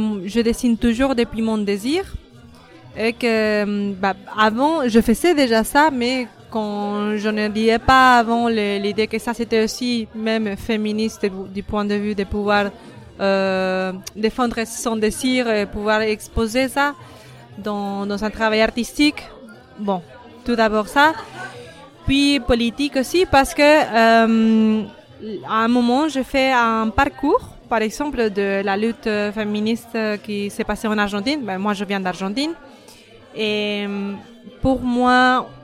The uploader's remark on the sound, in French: Hors-série au Tri Postal - Balade sonore. Dans le studio éphémère du Tri Postal à la soirée Guérillères et Insoumuses. S’est baladée avec un enregistreur de stand en stand.